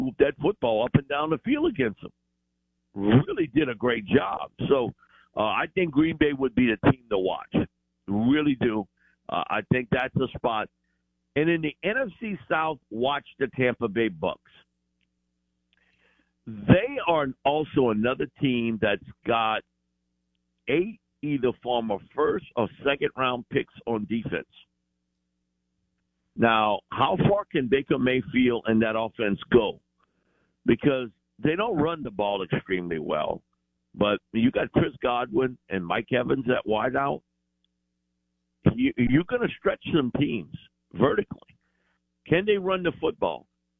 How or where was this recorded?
phone line